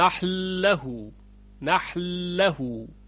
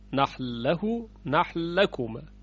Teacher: پس دیدیم که نون در نحنو در حرف لام بعد از خودش ادغام میشود